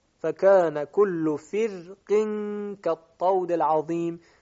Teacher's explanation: چون حرف استعلاء خودش مجرور هست در اینجا و تفخیمش کم شده، لذاست که این را از تفخیم به ترقیق میل پیدا میکنه